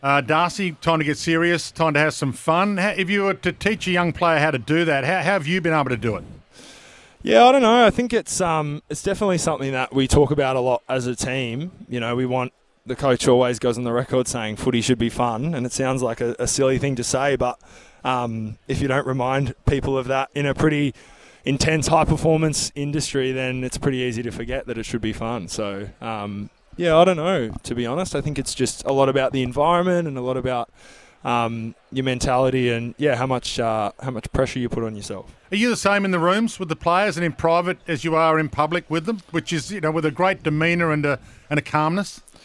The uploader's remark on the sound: live from the AFL Captain's Day